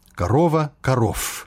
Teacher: расійскі шумны зычны в аглушаецца у ф